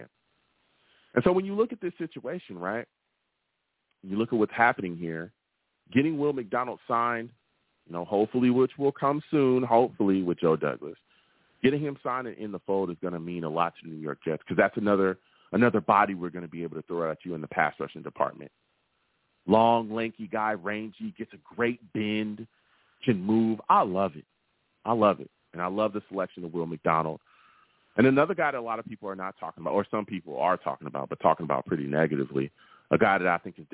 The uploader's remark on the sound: I take live callers!